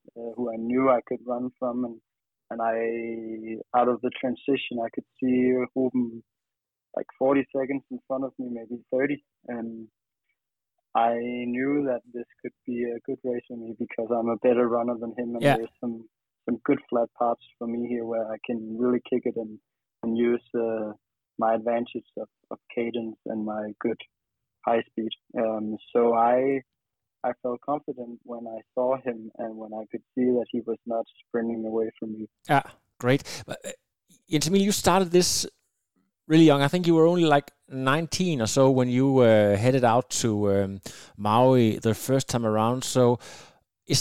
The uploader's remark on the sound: on the phone from Italy